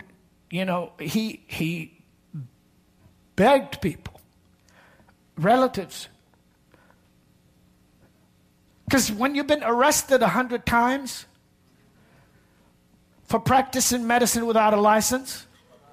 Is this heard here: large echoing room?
yes